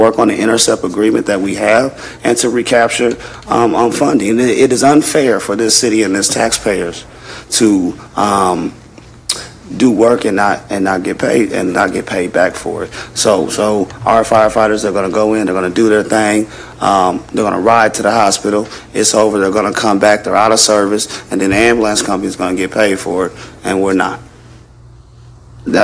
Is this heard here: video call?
no